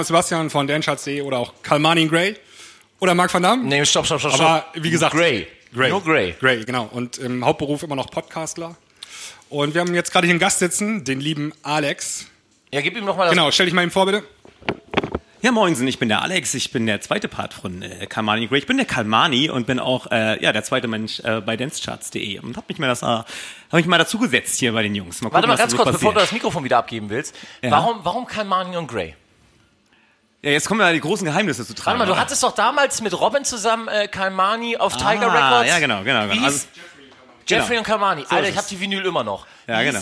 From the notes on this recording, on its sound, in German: Live vom DJ-Meeting in Hamburg. Wir waren beim DJ-Meeting in Hamburg und haben im Rahmen des Reeperbahn-Festivals einen Live-Podcast aufgenommen. Alles ein wenig hektisch, spontan und chaotisch.